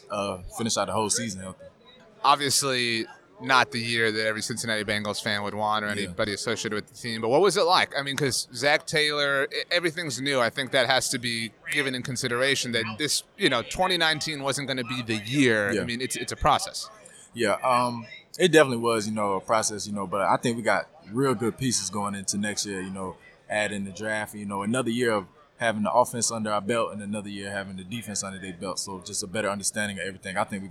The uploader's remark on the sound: SUPER BOWL LIV. Live from Radio Row at the Super Bowl!